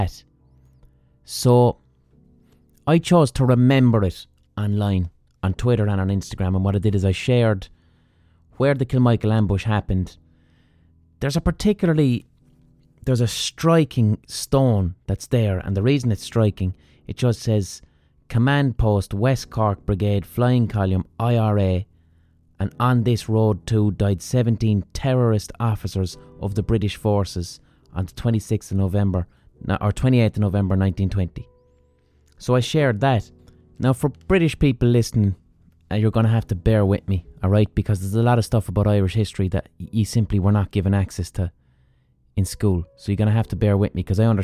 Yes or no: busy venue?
no